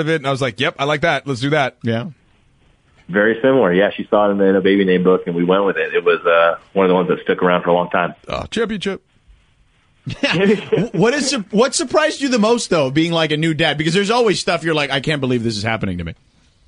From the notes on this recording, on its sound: Called in to chat.